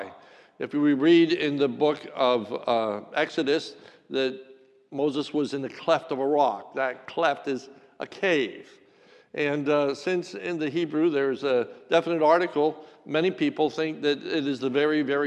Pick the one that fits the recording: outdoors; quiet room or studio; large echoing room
large echoing room